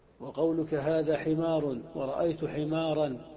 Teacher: وقولك هذا حمار ورأيت حمارا أيضا لا تميل لوجود هذه الراء، وهي متصلة كما رأيتم قبلها وبعدها وليست مكسورة. · Term: الإمالة